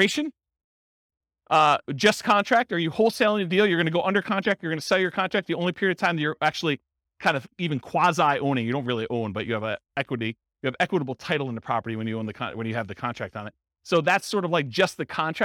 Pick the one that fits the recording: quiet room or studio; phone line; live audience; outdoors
live audience